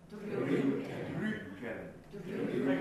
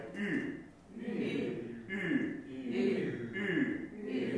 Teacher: このウの音はあの舌が上に上がる、舌が上に上がってちょっと前に出るような状態になる、それで口の中は十分広くしているんですが口の先端がすぼまる · Term: ウムラウト